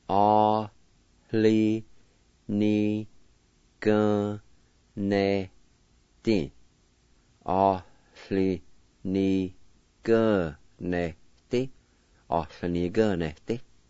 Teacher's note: Right at the very beginning, between the A and the L, there'll be kind of like a faint H sound